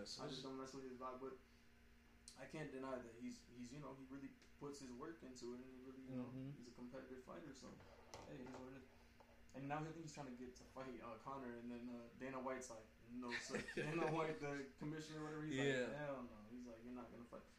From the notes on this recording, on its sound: Our audio was kind of messed for this ep.